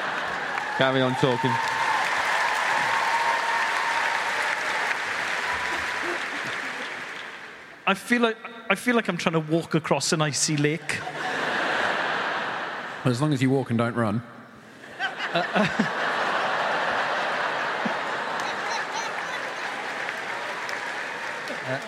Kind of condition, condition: setting, live audience